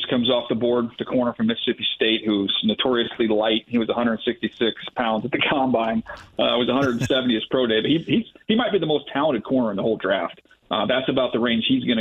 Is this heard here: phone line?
yes